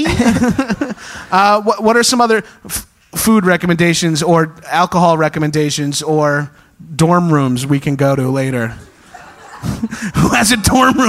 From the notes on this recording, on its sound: Live From SXSW. Live at The North Door in Austin for SXSW.